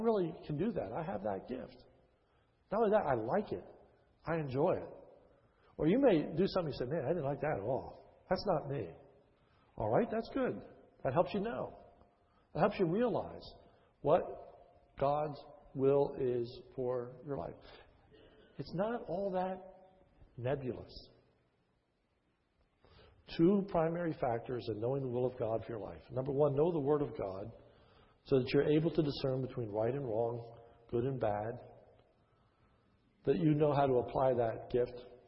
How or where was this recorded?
large echoing room